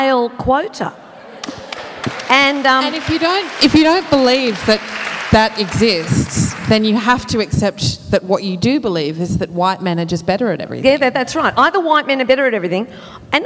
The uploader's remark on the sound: recorded at the 2017 Newcastle Writers Festival